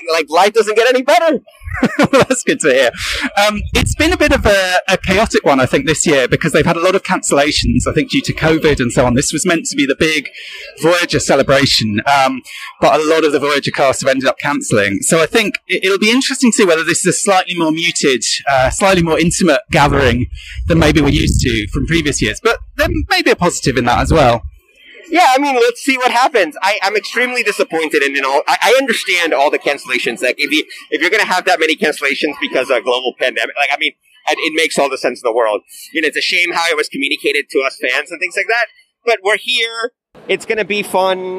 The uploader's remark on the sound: Live from Destination Star Trek London 2021. Billed as Europe’s largest Trek convention.